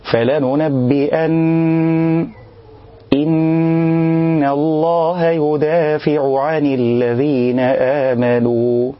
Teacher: علاج اللحن ده إن يكون في تجافي بين الشفة العليا والشفة السفلى، لأن إلصاق الشفتين بيكون مع الميم. أما النون فملهاش إلصاق شفتين أصلا، ولا هي بتخرج أصلا من الشفتين. · Term: النون المشددة